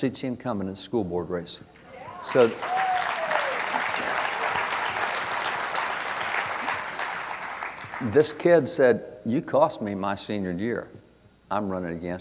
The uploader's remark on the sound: At the 2022 Convention of States Reclaiming Liberty Summit